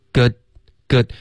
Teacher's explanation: good 结尾舌尖顶上颚 · 别发咕了，OK，不是一个嘟嘴的呜